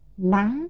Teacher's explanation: Lá, high rising tone.